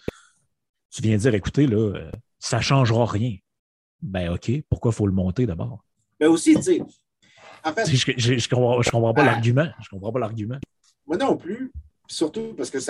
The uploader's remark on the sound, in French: On s'excuse pour la qualité du son, les enregistrements zoom, c'est ce que ça donne parfois